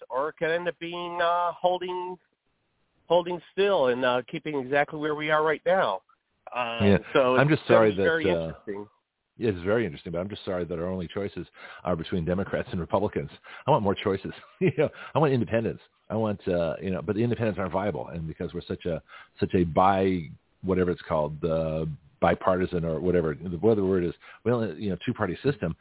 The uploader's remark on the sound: We had a power failure and I had to call in to my own show by phone.